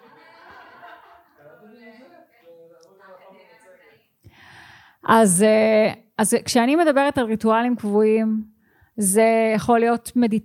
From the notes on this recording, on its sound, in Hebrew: זה פרק סינגל פרקטי שהוקלט בלייב